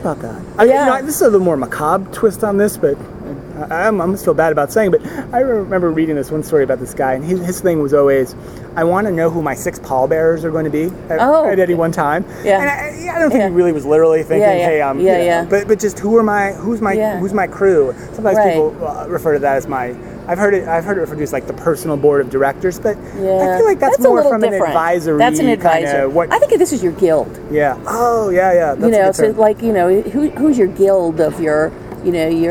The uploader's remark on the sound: Recorded LIVE from SuccessConnect 2015 in Las Vegas. Sat down at SuccessFactors customer conference SuccessConnect.